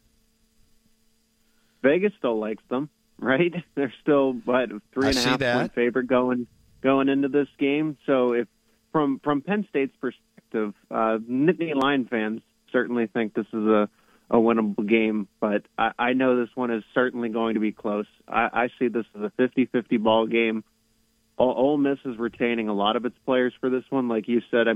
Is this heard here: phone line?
yes